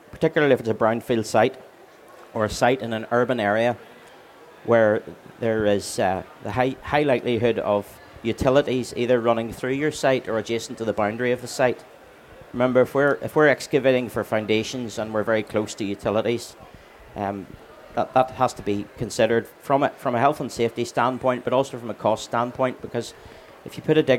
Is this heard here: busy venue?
yes